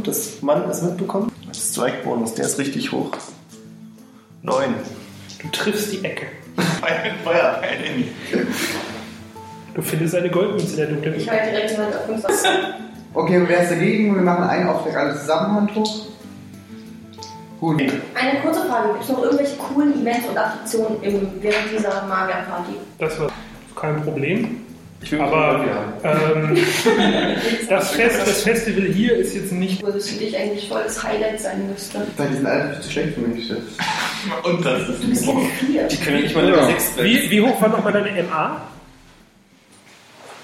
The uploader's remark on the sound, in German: Am offensichtlichsten ist, dass jede Folge in einer Live-Runde aufgenommen wird, deswegen kann ich mich nur schon einmal von vorne herein für die schwankende Qualität entschuldigen. Leider gibt es diesmal keine extravagante Audioqualität. Dies liegt zum einen an dem bereits zu Beginn angesprochenen Mikrofonproblem, zum anderen an kleinen Dingen, die bei einer solchen Runde gegenüber einer Internetrunde auftreten – Würfelgeräusche, Stuhlschieben und all den kleinen Problemchen.